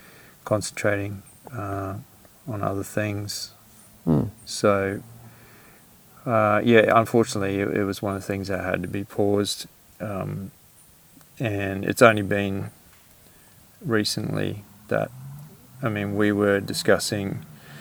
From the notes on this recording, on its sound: What better way to return from a 1 year hiatus than recording deep in a rainforest?